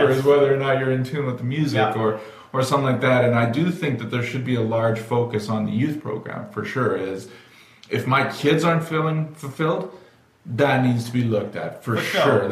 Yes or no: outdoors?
no